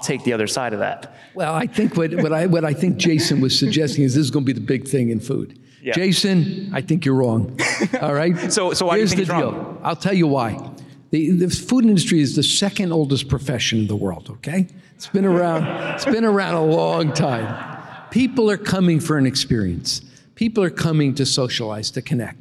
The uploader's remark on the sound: At a live Motley Fool member event in New York